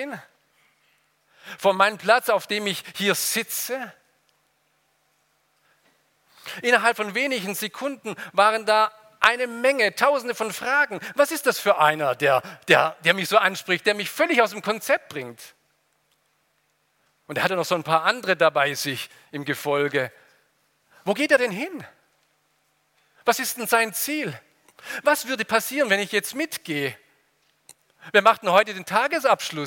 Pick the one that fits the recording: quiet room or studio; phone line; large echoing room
large echoing room